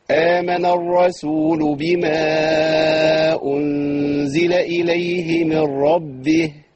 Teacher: أنا عندي الهاء أقف عليها بالإسكان ماشي، والصلة بتحذف